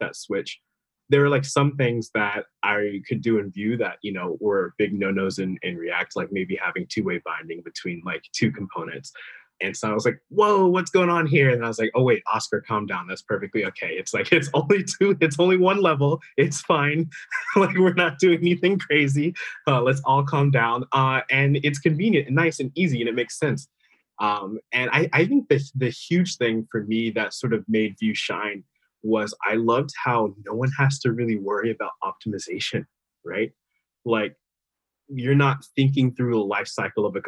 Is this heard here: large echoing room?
no